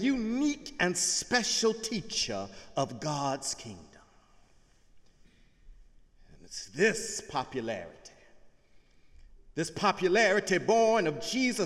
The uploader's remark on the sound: Sunday sermon October 29, 2017 in the Memorial Church of Harvard University